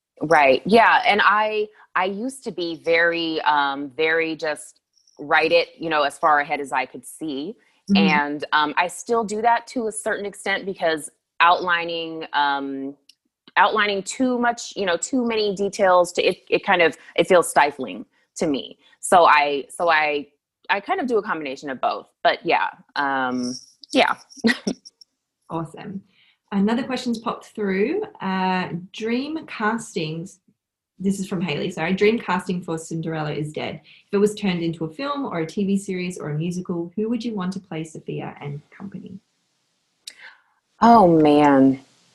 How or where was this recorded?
video call